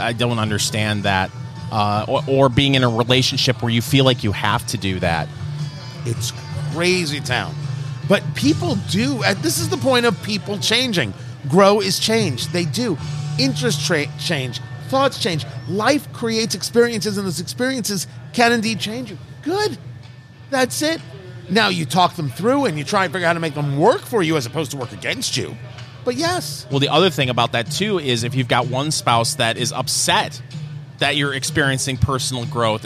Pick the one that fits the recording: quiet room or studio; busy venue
busy venue